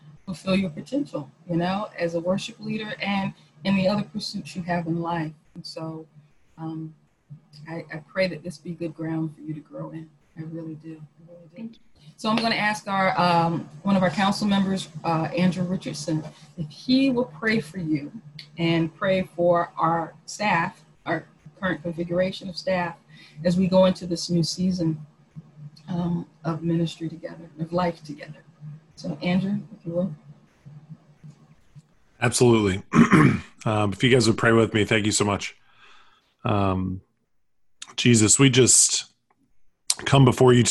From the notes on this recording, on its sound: Our Zoom streamed service